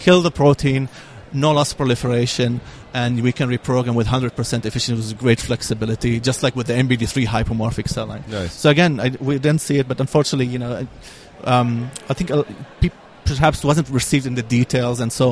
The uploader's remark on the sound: Live Interviews from the ISSCR Conference in Sweden 2015. Our broadcast live from the ISSCR 2015 International Conference from Stockholm, Sweden. On the show, we randomly pull attendees aside.